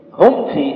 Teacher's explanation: أظهرت الميم عند الفاء، هذا يسمونه إظهار شديد عشانه الفاء قريبة من مخرج الميم